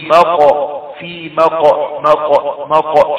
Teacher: شوف القاف ساكنة حصلت اهتزاز او تحريك · Term: القلقلة